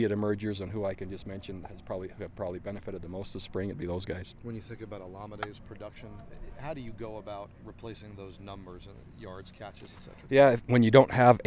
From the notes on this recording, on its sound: we share the audio from the end of the 13th practice of spring ball